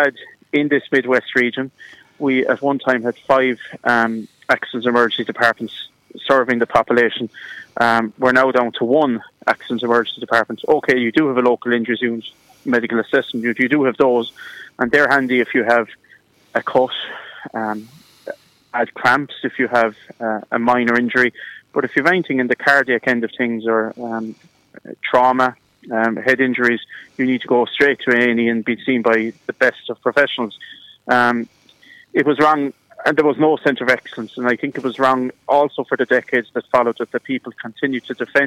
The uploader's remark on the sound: On the phone. Broadcast live from the SBCR studio at the Derg Active Alliance building.